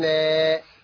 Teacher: لام فتحة ألف مد طبيعي حركتين